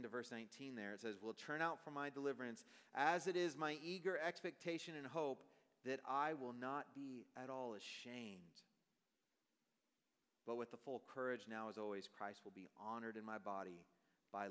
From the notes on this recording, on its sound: Message preached on September, 2023 at a Thursday Night Gathering of Coram Deo College Ministry.